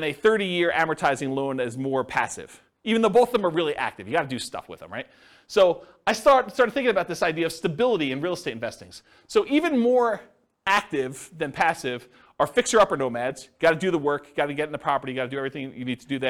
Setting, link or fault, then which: setting, live audience